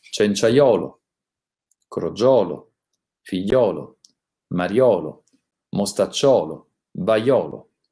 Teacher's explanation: si ha sempre la O aperta nei casi seguenti nei nomi che terminano in iolo, ad esempio cenciaiolo, crogiolo, figliolo, mariolo, mostacciolo, vaiolo.